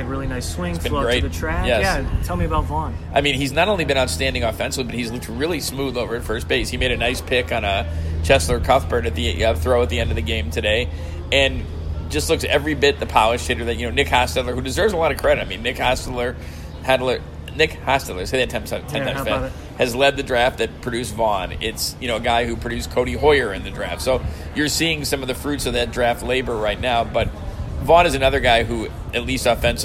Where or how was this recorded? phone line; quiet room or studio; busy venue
busy venue